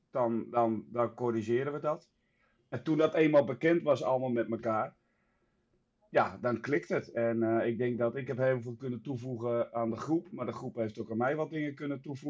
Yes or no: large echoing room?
no